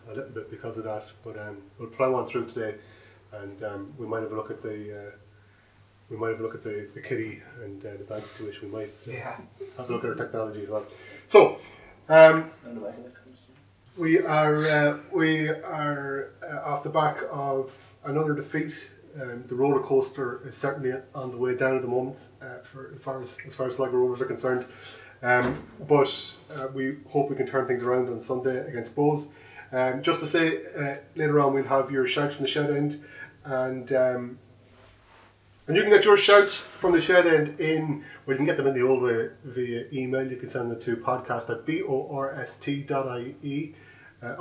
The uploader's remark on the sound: Return to record episode 37 in person, in the flesh, in a single space! This has lead to a reduction in audio quality.